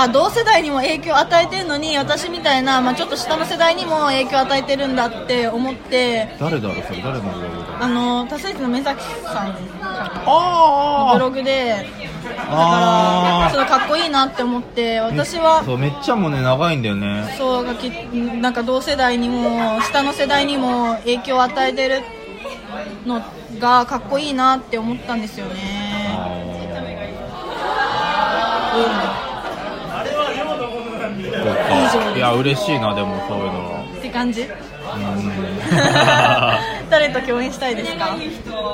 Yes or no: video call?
no